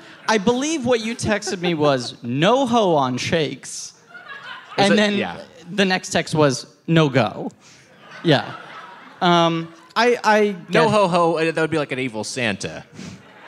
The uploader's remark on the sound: The live finale of Dogdoughbarkfest in New York City. Recorded live at the Gramercy Theater in New York City.